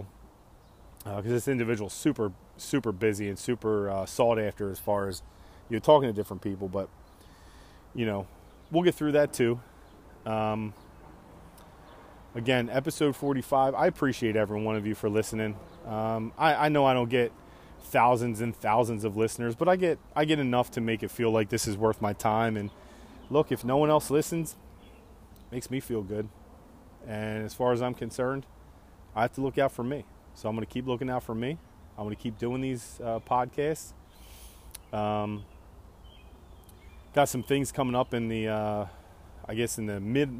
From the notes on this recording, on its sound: Outside smoking a couple pork loins and ribs riffin on some thoughts.